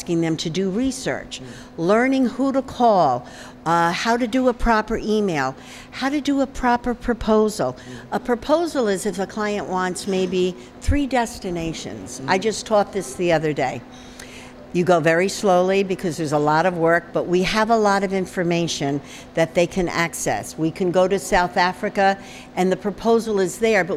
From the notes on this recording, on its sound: at this month’s Embark Immersion conference at the NIZUC Resort and Spa in Cancun